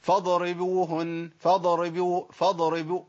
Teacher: الضاد الساكنه كتير من الناس بيعمل لها قلقله